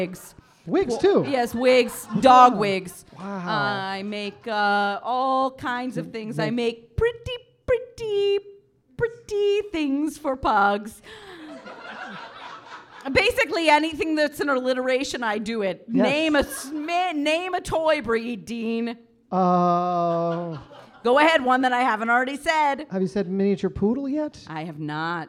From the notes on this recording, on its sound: It’s a very special LIVE episode of The Corporation, recorded in front of a small but mighty audience at Vermont Comedy Club!